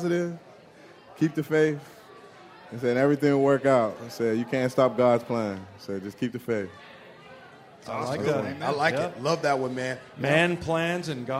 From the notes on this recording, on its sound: Live at Pearl Bar and Dining.